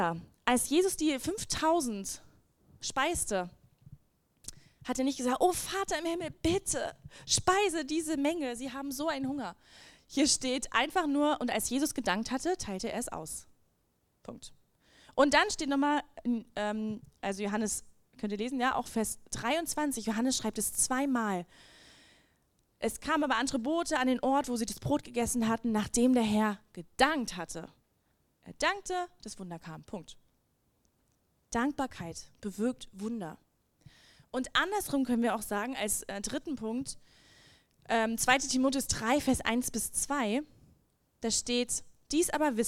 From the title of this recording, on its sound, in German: Lobpreis und Anbetung - Gottesdienst Predigt